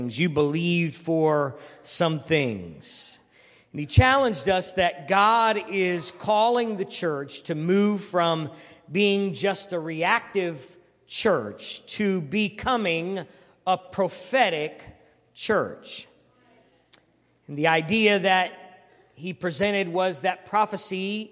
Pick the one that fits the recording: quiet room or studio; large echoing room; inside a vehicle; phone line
large echoing room